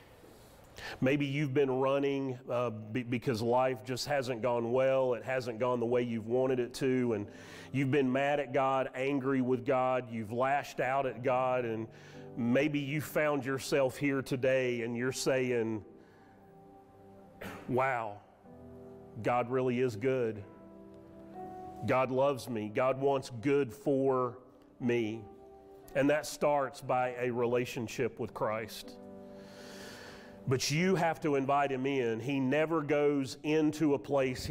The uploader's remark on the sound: Sermon audio from Mission Church in Locust, NC.